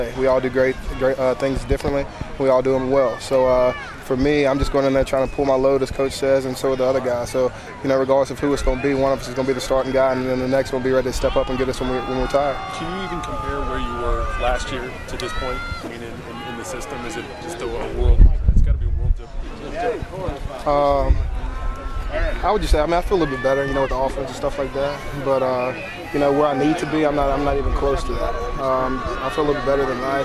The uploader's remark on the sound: Live from Patriots Training Camp.